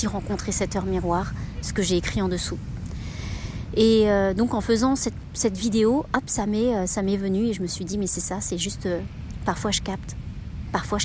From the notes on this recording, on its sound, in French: enregistré sur une plage avec le bruit des vagues en fond sonore